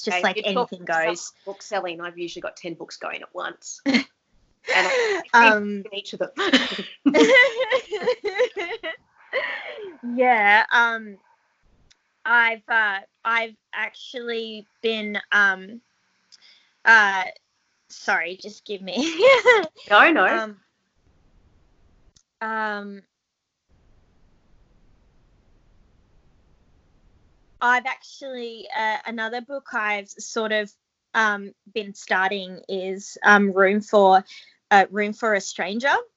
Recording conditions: video call